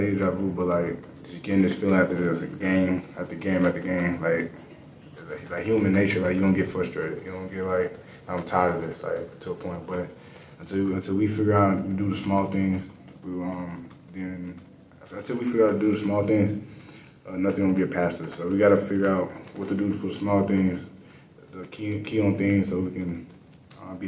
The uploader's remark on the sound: Throughout the year, Land-Grant Holy Land will be bringing you uncut audio primarily from Ohio State press conferences, but also from individual interview sessions.